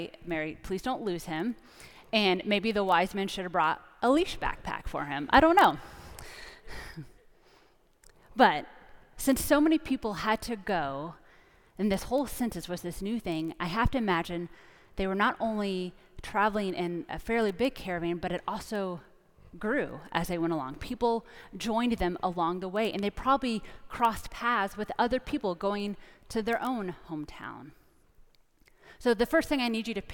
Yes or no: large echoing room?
yes